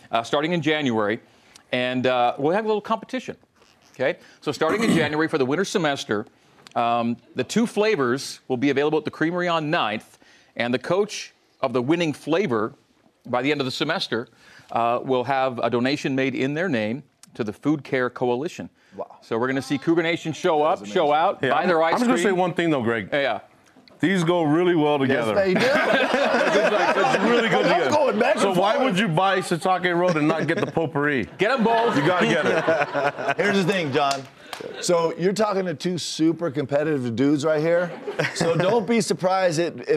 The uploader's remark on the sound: A live audience in Studio C.